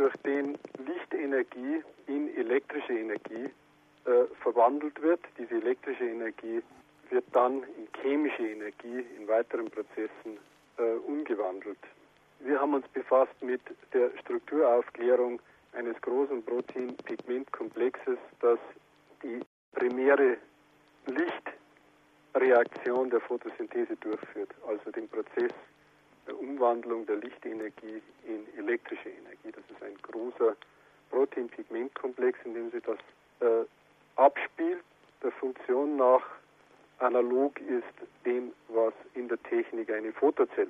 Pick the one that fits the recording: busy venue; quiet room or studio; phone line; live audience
phone line